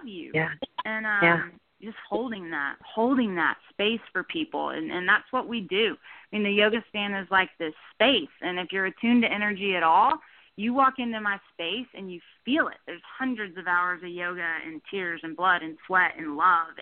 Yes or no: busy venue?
no